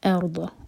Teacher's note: جو حمزہ ہے اس کو ہیوی نہیں ہونے دینا، را ہیوی ہوگا، را پر سکون ہے، را سے پہلے فتحہ ہے، اس لیے ارض، ارض نہیں کہنا اس کو، یہ ارض اور ضاد ہے یہ دال نہیں.